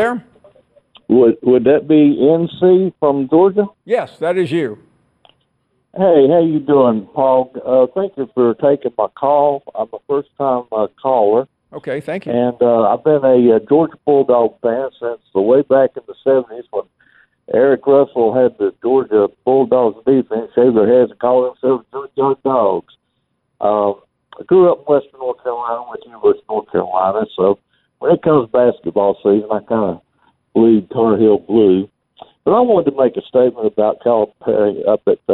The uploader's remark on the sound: we continue with more of your phone calls.